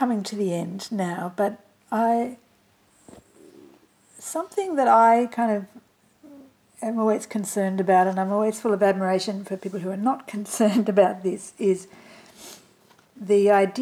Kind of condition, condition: fault, sounds in the background